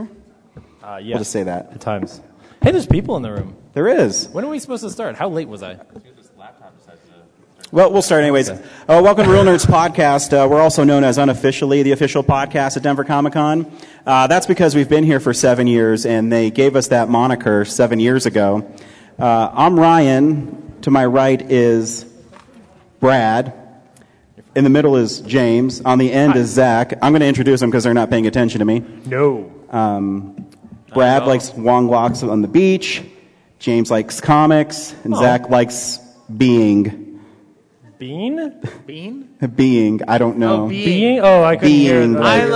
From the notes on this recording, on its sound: In front of an audience at Denver Comic Con.